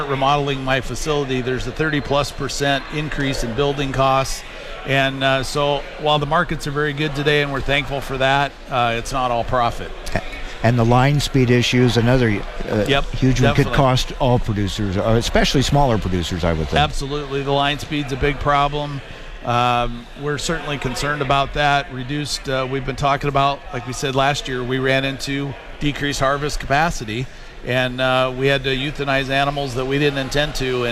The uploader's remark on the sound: reports from the World Pork Expo's live event in Des Moines, Iowa.